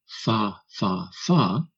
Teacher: But if you see the talking head saying, fa, fa, fa, not touching the lips, but clearly making the fricative sound fa, you absolutely hear fa, fa, fa.